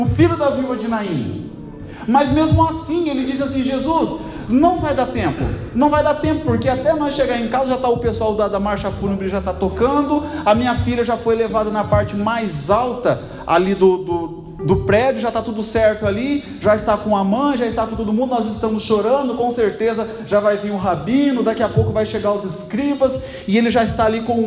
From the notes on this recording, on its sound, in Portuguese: Gravado dia 22/02/2023 na Assembleia de Deus Piraquara(Vila Lúcia)